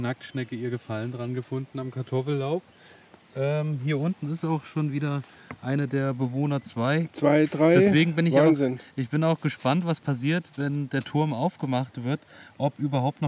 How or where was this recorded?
outdoors